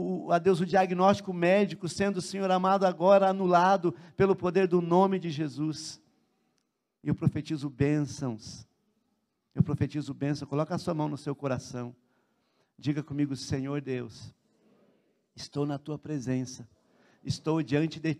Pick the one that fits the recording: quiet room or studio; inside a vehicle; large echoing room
large echoing room